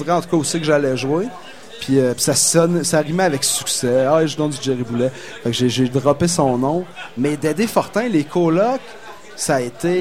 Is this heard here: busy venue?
yes